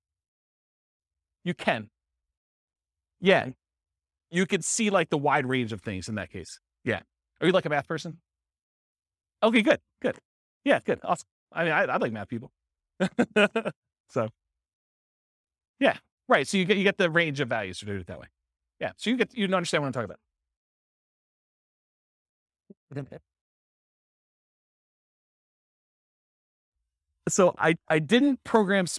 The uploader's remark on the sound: This was a live class recorded